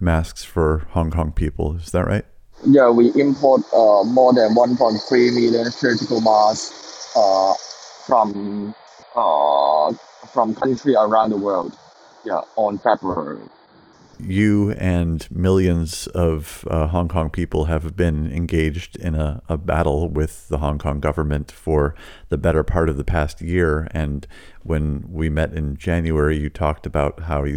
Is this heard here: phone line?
yes